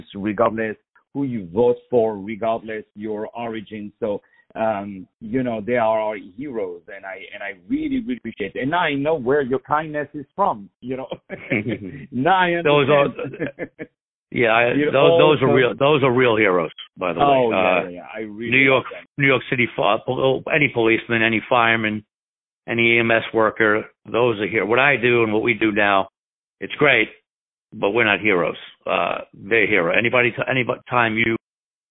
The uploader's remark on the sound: On the phone